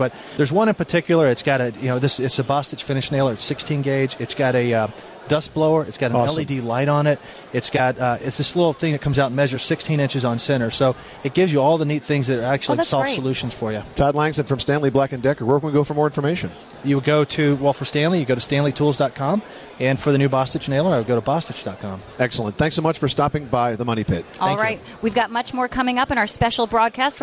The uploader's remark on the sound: Live from the 2012 National Hardware Show